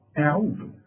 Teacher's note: فهنرقق قوي الهمزة والعين والدال